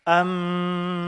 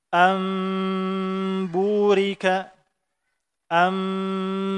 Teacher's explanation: dirubah nun itu, nun sukun dan juga tanwin itu menjadi huruf mim, berarti kita ada membaca nun sukun tidak dengan nun sukun, dengan memperhatikan padanya gunnah, berarti ada gunnah yang berlebih. · Term: iqlab